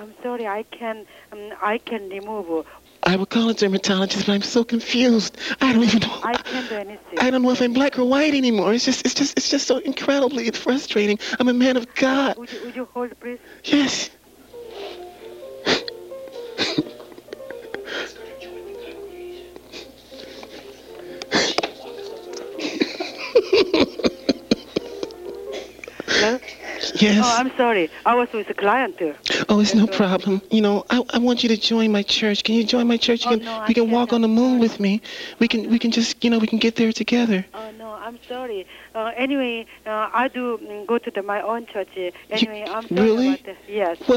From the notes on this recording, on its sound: Prank Phone Calls